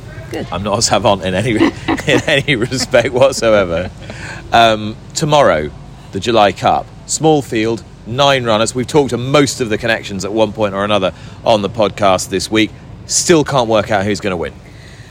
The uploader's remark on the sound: on the middle day of the Boodles July Festival at Newmarket